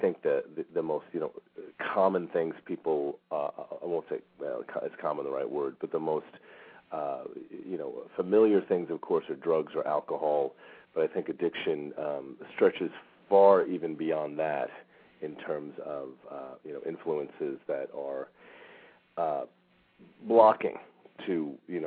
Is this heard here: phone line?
yes